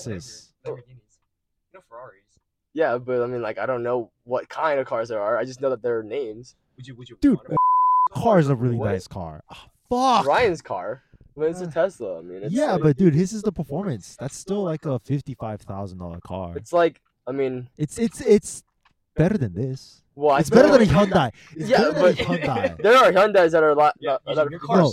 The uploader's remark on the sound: We do apologize for the poor audio quality in this episode.